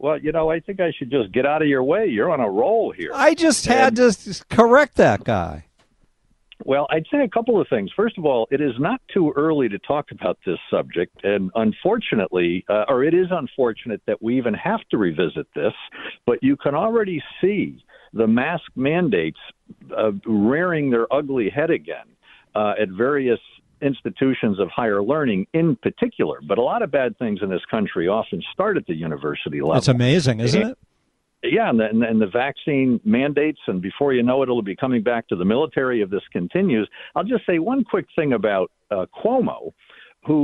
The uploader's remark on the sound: Phone calls.